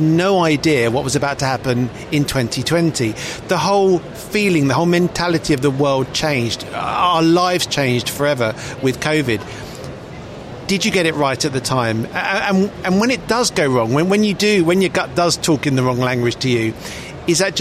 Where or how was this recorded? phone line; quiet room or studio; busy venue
busy venue